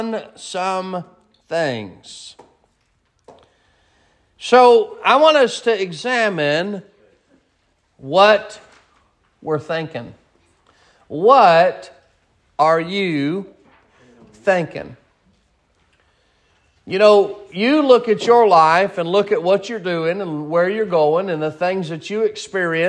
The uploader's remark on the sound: Sermon preached at Mid County Baptist Church